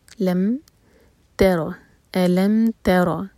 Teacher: الم میم پر اظہار شفی، ایک حرکہ صرف ہولڈ کریں گے